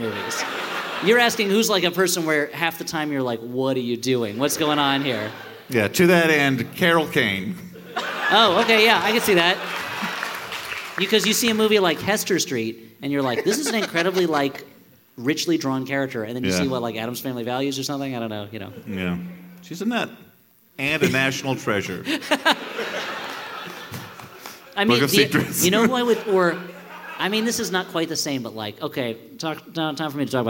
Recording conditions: live audience